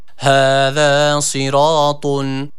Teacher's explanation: هَذَا صِرَاطٌ هَذَا صِرَاطٌ Evet, bu şekilde inşallah okumaya gayret ediyoruz. Ra harfimiz yine burada üstün bir hareke aldığı için A sesiyle okuyoruz. Bir elif miktar uzatıyoruz. هَذَا صِرَاطٌ Ve tı harfi, tenvinli ve ötreli olan tı harfini de burada yine kalın olan bir harf olduğu için U sesi veriyoruz.